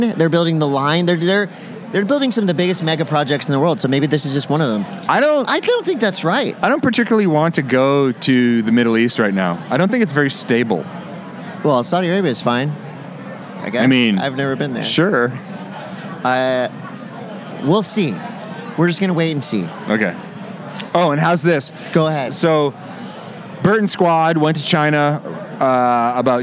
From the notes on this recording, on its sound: Do the pod live at Hansen Surfboards at a party. Lots of surprise guests, funny interactions with people who didn’t know what we were doing.